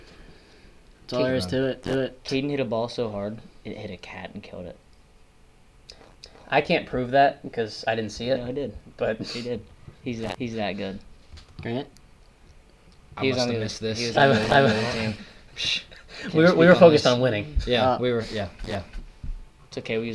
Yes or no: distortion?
yes